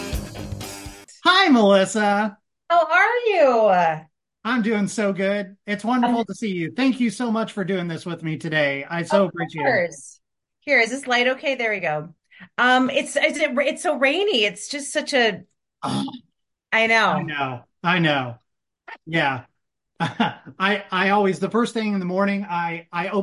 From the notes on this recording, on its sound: Recorded via Zoom